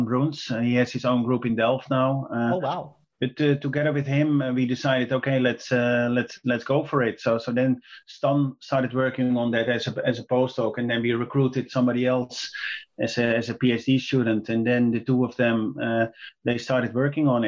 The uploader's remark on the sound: Via Zoom